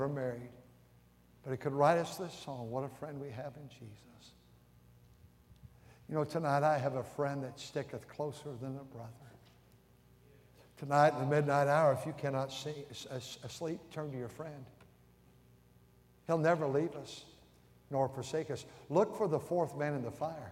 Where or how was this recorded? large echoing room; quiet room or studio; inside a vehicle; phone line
large echoing room